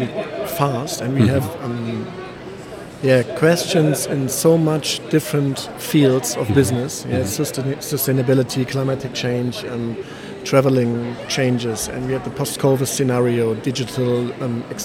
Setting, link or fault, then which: setting, busy venue